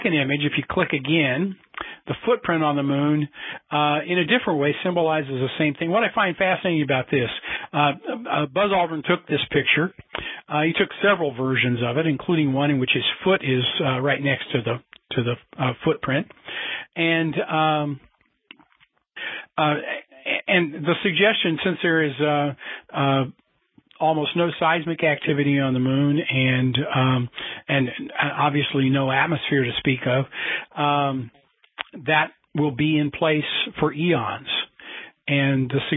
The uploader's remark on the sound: a Future in Space Operations teleconference